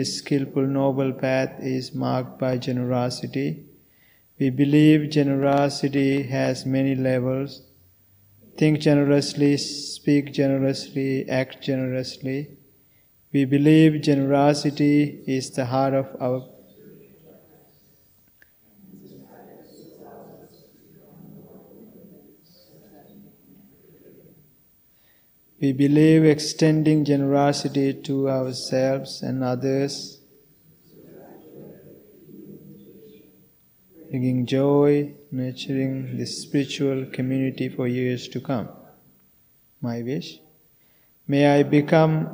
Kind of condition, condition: setting, large echoing room